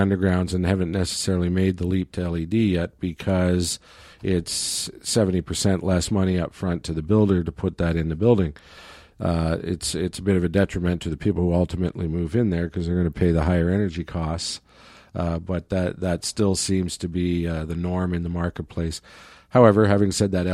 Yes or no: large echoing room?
no